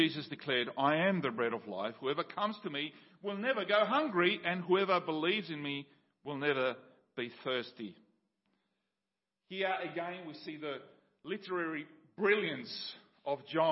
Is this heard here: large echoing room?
yes